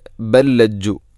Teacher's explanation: ഇവിടെ ബല്ലജ്ജു, ബൽ ലജ്ജു എന്നല്ല, ബൽ ലജ്ജു, ഒന്നാമത്തെ ലാമിന് രണ്ടാമത്തെ ലാമിലേക്ക് ഇദ്ഗാം ചെയ്യുന്നു, കൂട്ടി ലയിപ്പിച്ച് ഒതുന്നു.